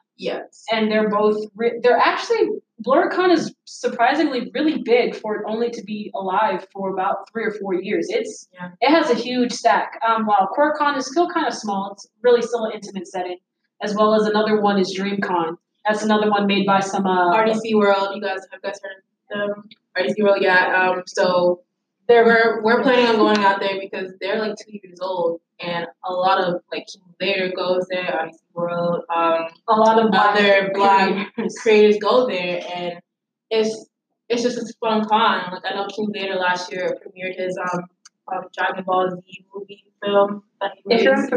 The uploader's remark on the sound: panel at UCF’s Day of Cosplay